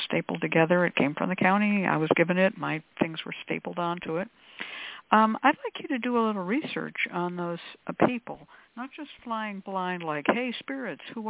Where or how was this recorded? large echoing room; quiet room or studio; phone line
phone line